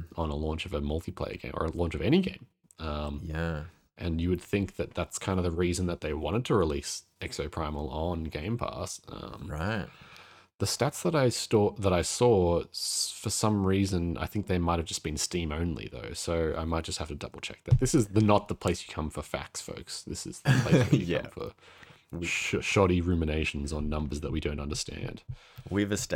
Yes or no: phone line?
no